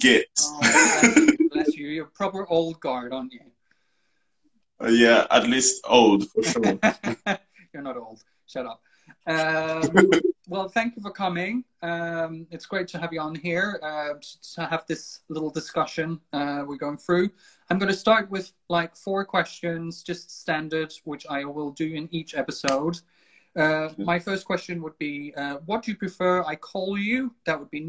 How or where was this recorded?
video call